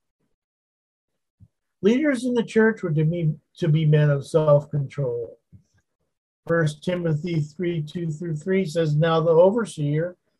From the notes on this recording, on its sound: Wednesday Zoom study